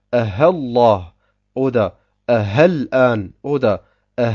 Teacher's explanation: der zweite Fehler wäre, dass man die Hamza, also die zweite Hamza, in ein Ha umwandelt und sagt A'a'jami oder A'hallah oder A'hall'an oder A'hez-Zakarain.